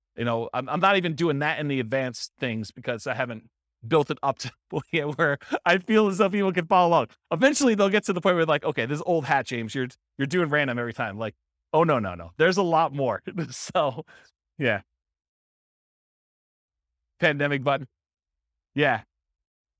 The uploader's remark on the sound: This was a live class recorded